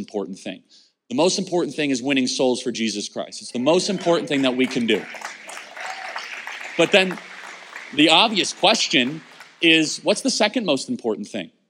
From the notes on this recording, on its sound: LIVE at FreedomStand USA 2021 Faith & Freedom Conference in Meridian, Idaho